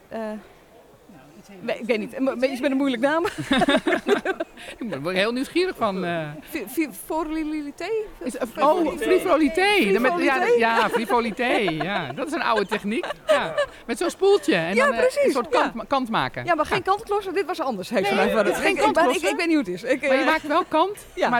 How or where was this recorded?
busy venue